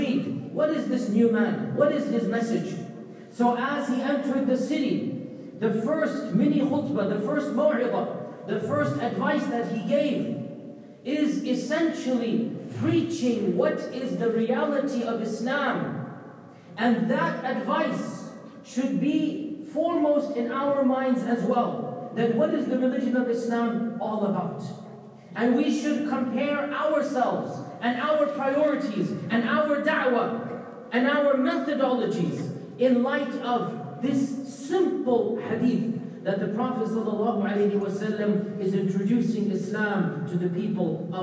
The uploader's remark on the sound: Delivered a powerful Sermon at MCA in Bay Area California.